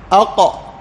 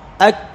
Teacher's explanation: حرفان، القاف والكاف، والفرق بينهما أن القاف أعلى والكاف أسفل